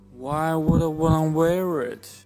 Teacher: Would I wanna 都有一个比较清楚的舌尖跟上颚接触的声音 · Term: flap t